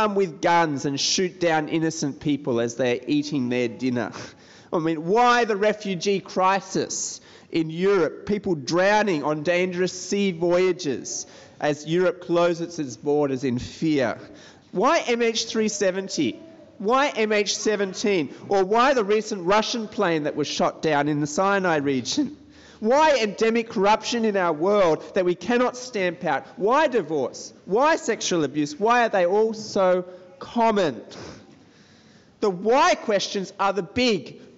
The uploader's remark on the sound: This sermon was preached at Brickfields Asia College Christian Fellowship on 5th October 2021.